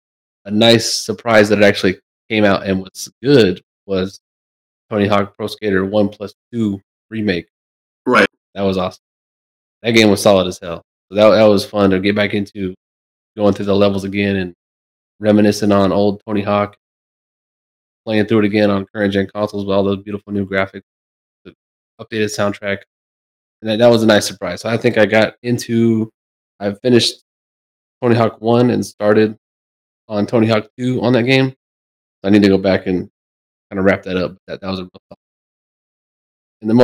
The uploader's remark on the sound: horrible audio